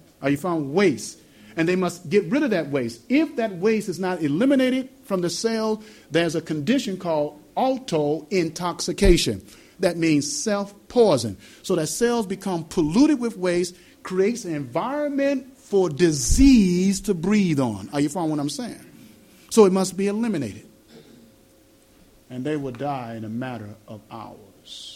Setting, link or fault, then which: setting, live audience